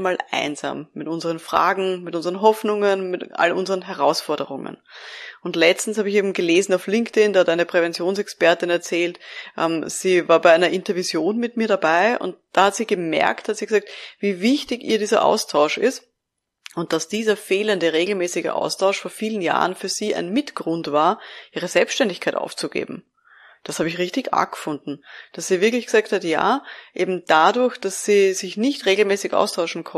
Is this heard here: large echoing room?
no